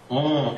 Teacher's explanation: it's really, really closed round O